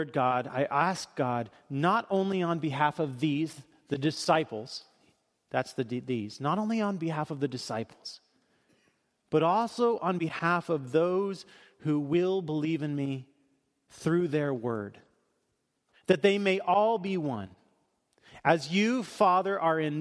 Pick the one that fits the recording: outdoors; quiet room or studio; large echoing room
large echoing room